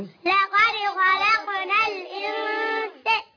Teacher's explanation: نون ساكنة مخفاة في السين المفتوحة بغن حركتين